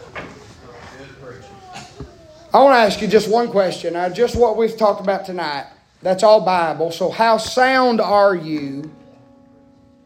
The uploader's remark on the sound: preaching live from Still Water Baptist Church